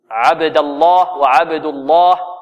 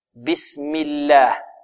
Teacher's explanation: واللام تفخم أو تغلظ في لفظ الجلالة فقط إذا كان ما قبل لفظ الجلالة مفتوحا أو مضموما · Shown in: first take · عبد الله وعبد الله، وإذا كان ما قبل لفظ الجلالة مكسورا ترقق بسم الله.